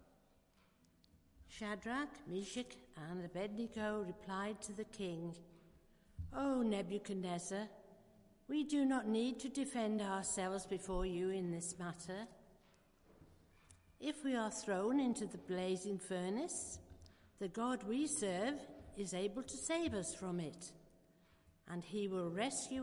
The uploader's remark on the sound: Christ Church, Bayston Hill (UK)